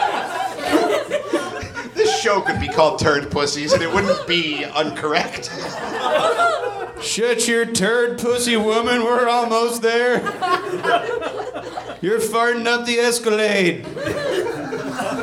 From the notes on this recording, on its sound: Live from Hollywood. Recorded live at Third Wheel Comedy in Hollywood, CA.